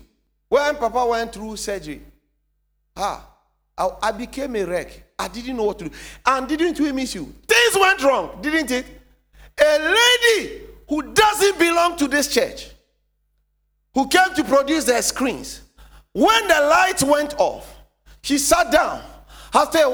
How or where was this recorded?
large echoing room